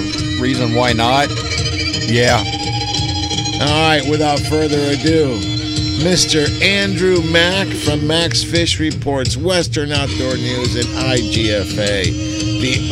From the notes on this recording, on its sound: "LIVE" from Angel Stadium in Anaheim, CA